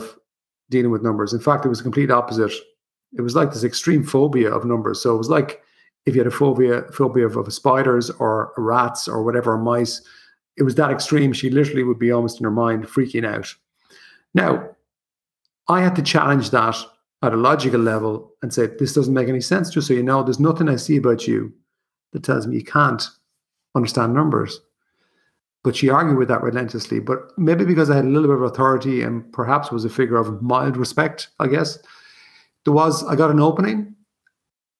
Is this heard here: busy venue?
no